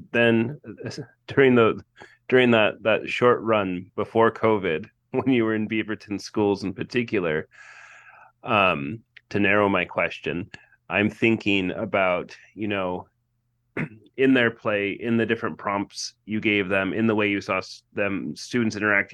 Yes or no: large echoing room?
no